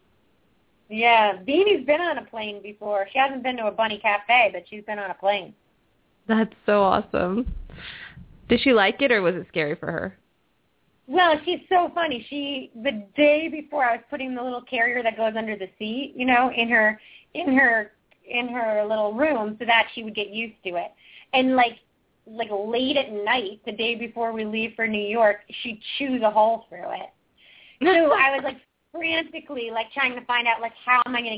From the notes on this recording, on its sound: Open up the lines for listeners to call in to ask questions to their animals.